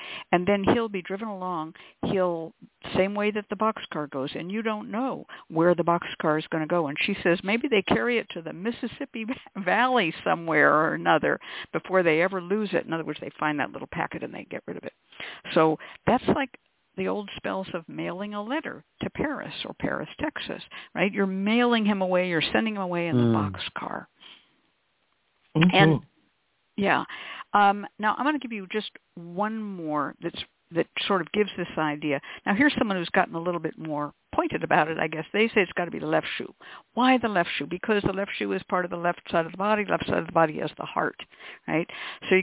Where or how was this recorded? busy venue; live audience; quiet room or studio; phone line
phone line